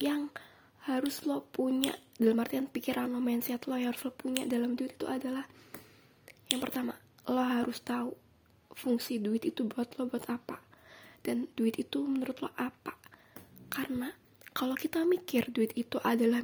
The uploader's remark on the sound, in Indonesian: Suara grasa grusu di dalamnya.